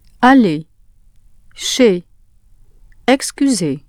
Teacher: They're pronounced as one sound, like the A in play. The R and Z are not pronounced.